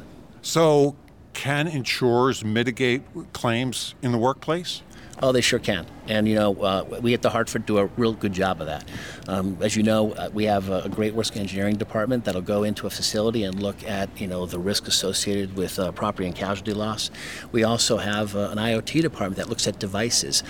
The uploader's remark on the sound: spoke with AM Best TV at RIMS' annual Riskworld conference, held in Atlanta.